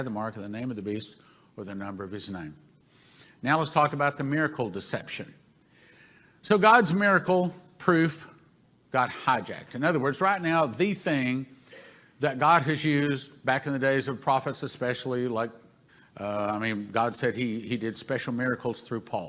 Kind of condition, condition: setting, live audience